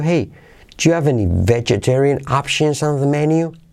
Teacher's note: vegetarian and options es lo que estoy realzando aquí con la técnica de entonación